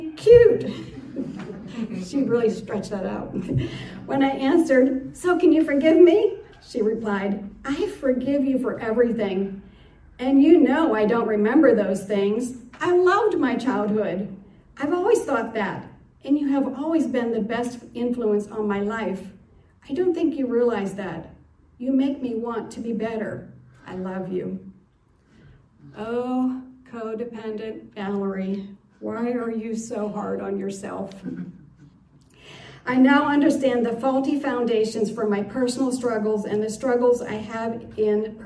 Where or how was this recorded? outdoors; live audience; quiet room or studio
live audience